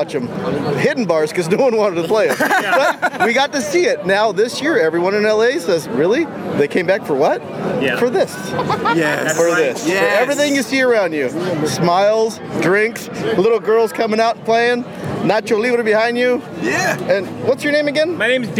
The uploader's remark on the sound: The Rams were home in their season finale so that means the guys were on the South Lawn before the game to record the show from the tailgate!